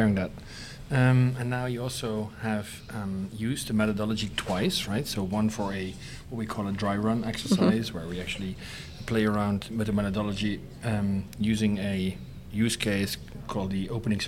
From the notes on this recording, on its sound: episode recorded live onsite at the Event Design Certificate Program Level 3 Cohort 45 at Concordia University in Montreal Canada